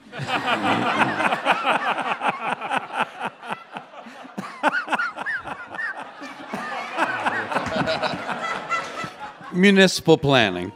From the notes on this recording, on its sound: The actress and artist sit down for a live taping of What's Good.